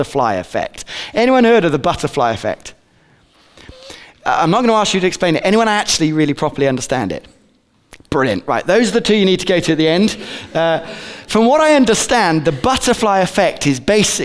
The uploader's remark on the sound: Recorded on 22/11/15 at Bournville gathering